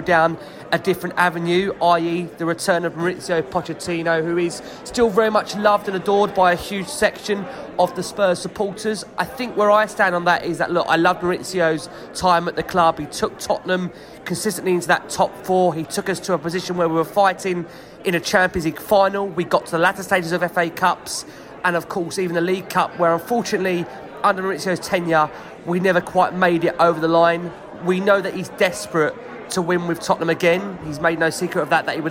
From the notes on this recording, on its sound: The 'Football is Back' Pod From the Pub. A much-celebrated return to The Globe pub to record the latest podcast - old skool style.